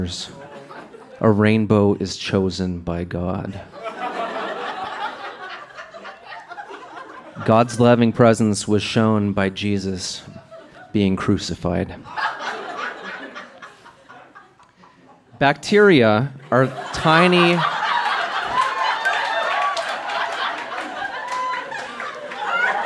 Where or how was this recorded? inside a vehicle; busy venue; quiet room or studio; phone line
busy venue